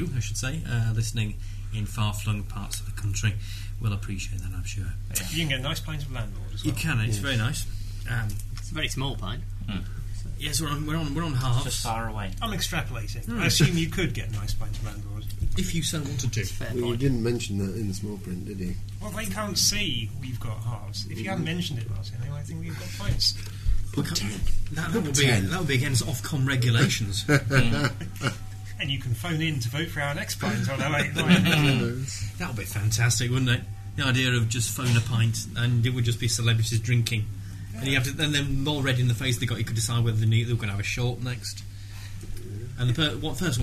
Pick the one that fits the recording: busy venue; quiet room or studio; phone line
busy venue